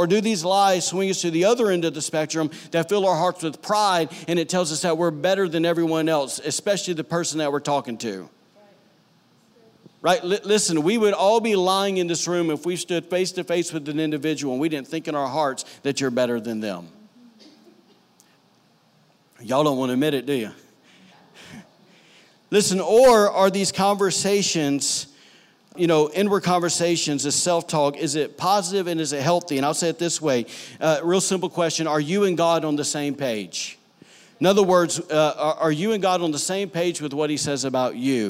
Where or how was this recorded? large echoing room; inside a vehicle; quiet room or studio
large echoing room